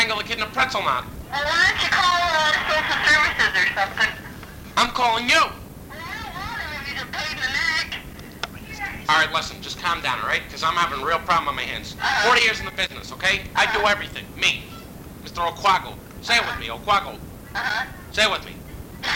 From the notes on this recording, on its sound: Prank Phone Calls